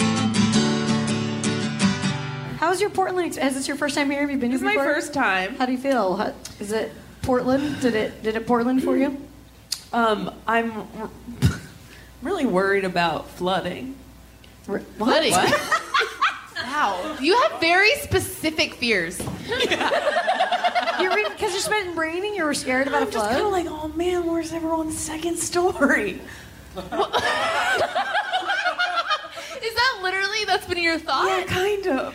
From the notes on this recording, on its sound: At a live show in Portland.